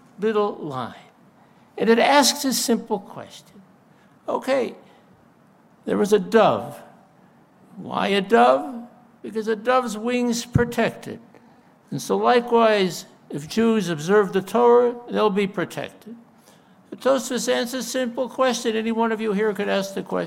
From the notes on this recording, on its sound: delivered a moving speech at the CCU for Israel event